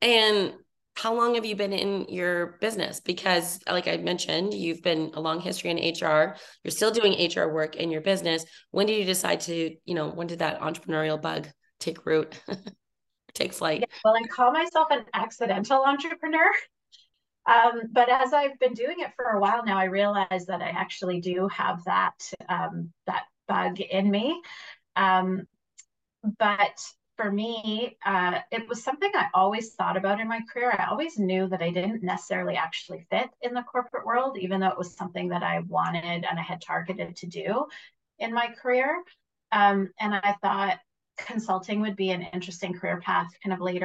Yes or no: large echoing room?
no